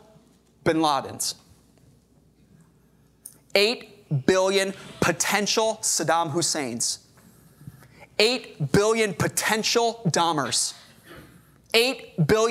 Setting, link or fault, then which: setting, large echoing room